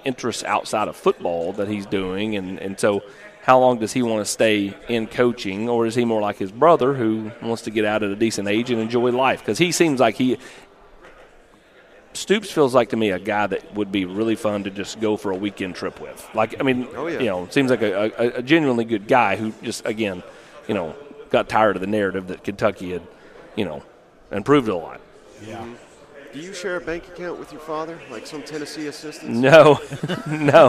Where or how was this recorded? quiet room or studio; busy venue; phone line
busy venue